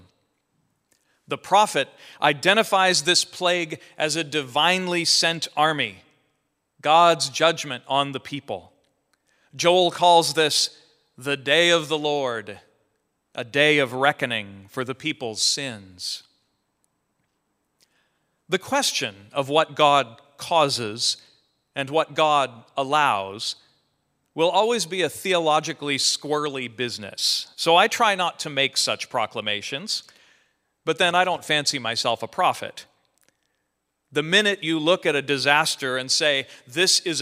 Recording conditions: large echoing room